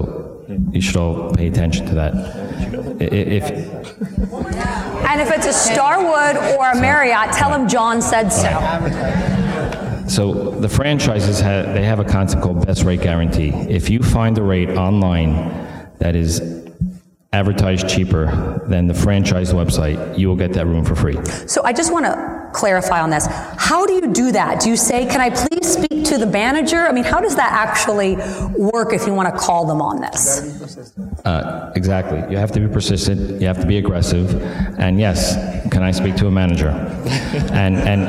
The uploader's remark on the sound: Please enjoy our live conversation